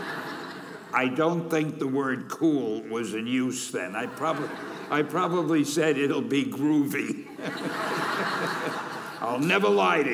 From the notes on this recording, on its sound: Keynote at the 2017 Graduation Ceremony